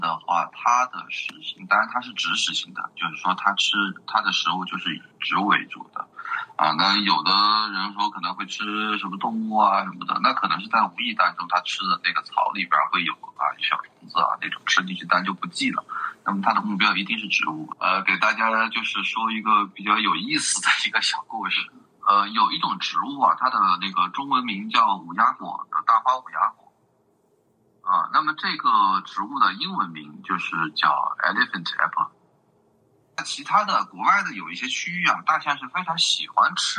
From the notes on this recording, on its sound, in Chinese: 由于三位聊天的人散落在中华大地的不同城市，因此本期的录制在线上完成，音质有所损失。